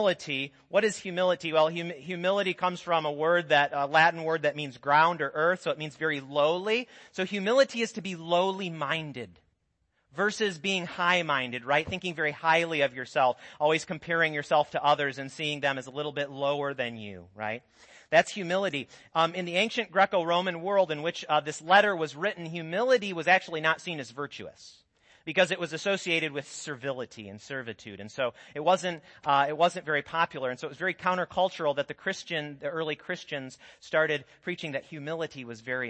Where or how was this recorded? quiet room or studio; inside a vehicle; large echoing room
large echoing room